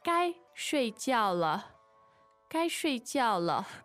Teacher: So Shui Jiao are fourth and fourth tone.